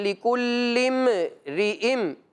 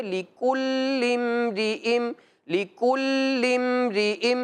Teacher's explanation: मीम का जो साकिन है, जो सुकून है, उसमें कोई हरकत पैदा ना हो · Shown in: second take · जैसे इस तरह ना पढ़ा जाए के लिकुल्लिम रिम, ऐसे पढ़ने से गलती शुमार की जाती है, लिहाजा इससे बचना है।